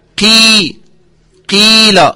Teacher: فهذه الياء تخرج من الجوف